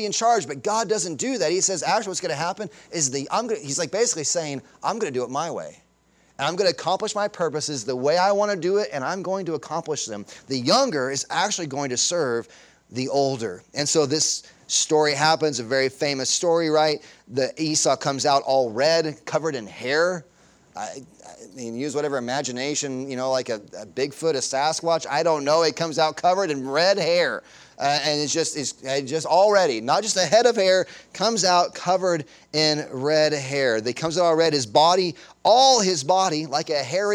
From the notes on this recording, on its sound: Sunday Morning Sermon Audio.